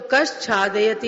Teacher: तो इसमें भी विसर्ग को छा के आने पर श हो गया · Term: संधि